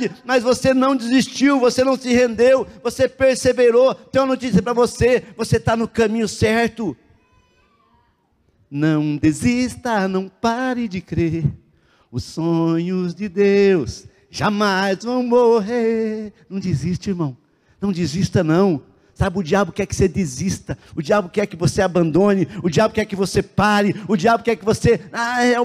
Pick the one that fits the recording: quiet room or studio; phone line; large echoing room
large echoing room